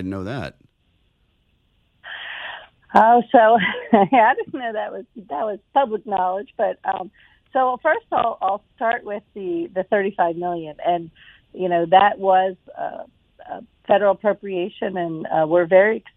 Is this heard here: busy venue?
no